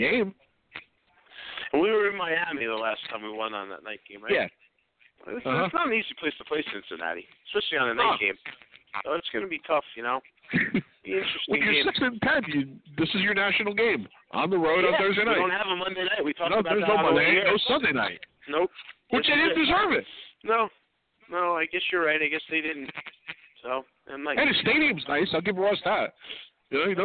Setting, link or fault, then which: setting, busy venue